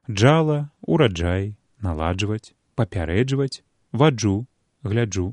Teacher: Ён складаецца з двух злітых у адно цэлае элементаў – выбухнога і шчыліннага, прычым шчылінны элемент тут вельмі кароткі. Гук «дж» звонкі, у пары з ім глухі «ч». Як пісаў у зводзе правілаў літаратурнага вымаўлення Фёдор Янкоўскі, вымавіць «ч» з голасам значыць атрымаць афрікату «дж».